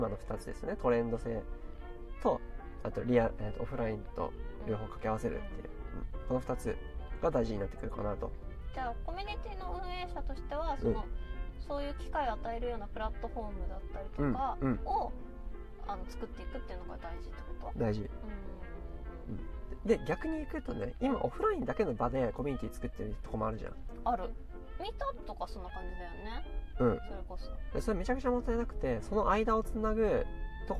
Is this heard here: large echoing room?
no